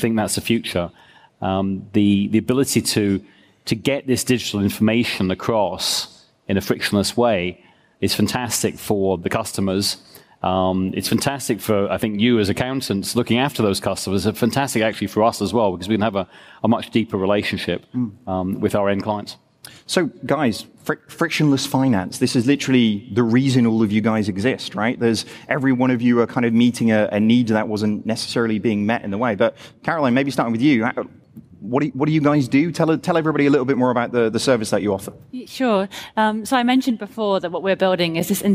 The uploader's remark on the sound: Live from Xerocon. Was recorded live at Xerocon 2017 from London's Excel Centre.